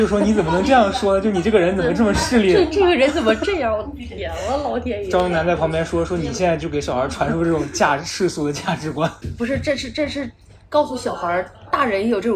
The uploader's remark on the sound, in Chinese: 本期是上周出差上海，赶高铁前临时在咖啡厅录的，所以背景音略微嘈杂。